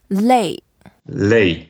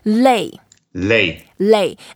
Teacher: 类 is a fourth tone, so we go down and we can make it longer, and it's an angry sound, so we can make an effort to do that.